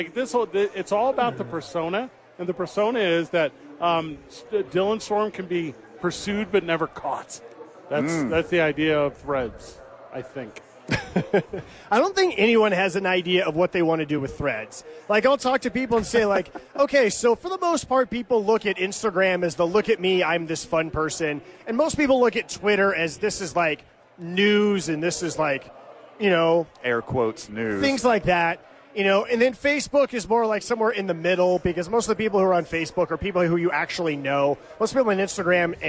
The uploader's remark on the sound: live from Isotopes Park